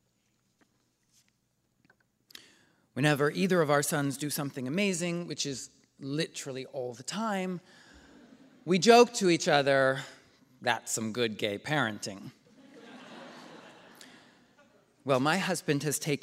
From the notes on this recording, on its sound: The conversation was recorded on January 29, 2020 in front of a live audience at New York’s 92nd Street Y.